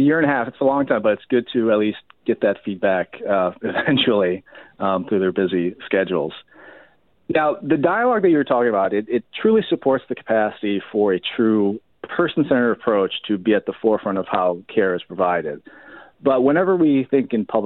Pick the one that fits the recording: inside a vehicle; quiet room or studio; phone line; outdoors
phone line